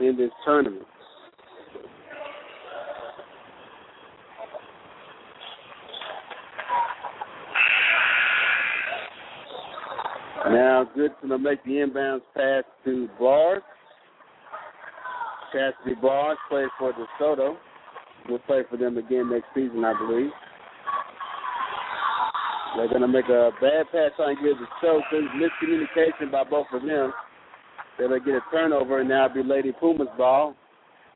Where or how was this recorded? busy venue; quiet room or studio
busy venue